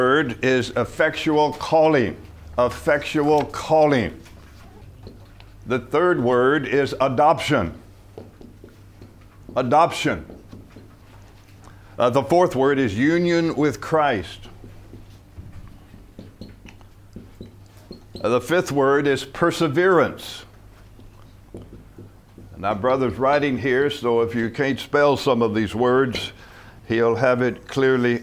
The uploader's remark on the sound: From the HeartCry Asia Conference 2023.